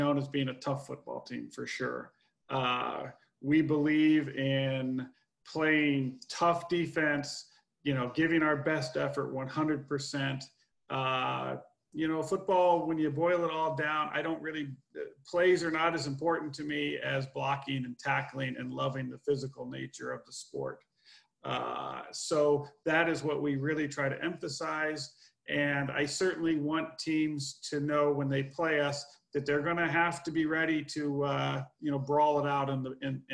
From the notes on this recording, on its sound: This Week Via Zoom.